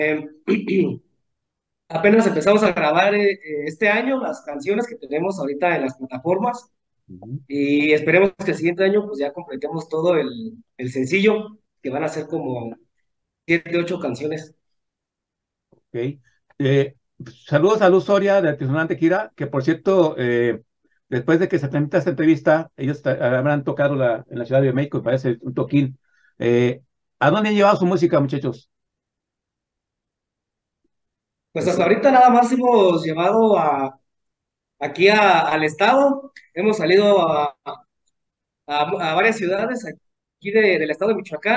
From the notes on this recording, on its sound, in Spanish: Charlamos vías zoom